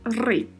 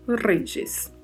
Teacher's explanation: a particularidade de pronúncia é o R, né, que é vibrato, lá I grega tem som de I.